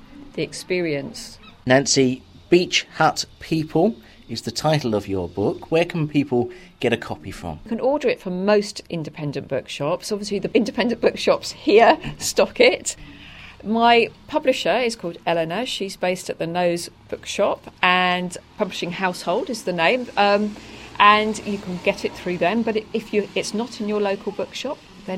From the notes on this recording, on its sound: on Frinton Greensward over looking the beach huts